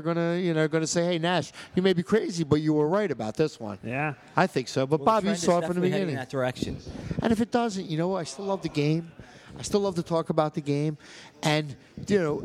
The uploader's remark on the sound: In this Vuvu Soccer Show we were live from Villa Capri in Doylestown, a great soccer pub!